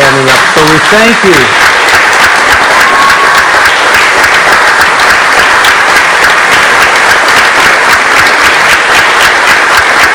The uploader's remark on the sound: LIVE From Our 10 Year Celebration Gala, Part 1 of 2